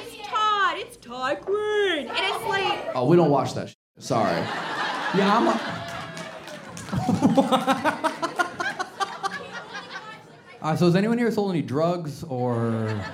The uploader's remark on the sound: CROWD WORK SHOW. Live Show Start & Audience Pranks. This episode was filmed in front of a live audience.